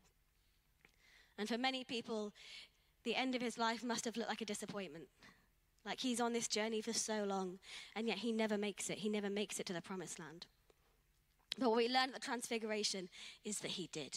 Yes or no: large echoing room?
yes